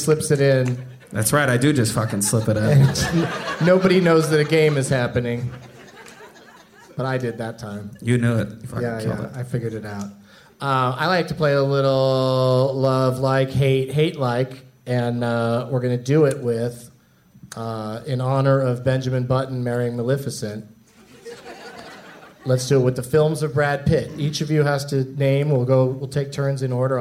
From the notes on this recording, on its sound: Live from the Plaza Hotel in Las Vegas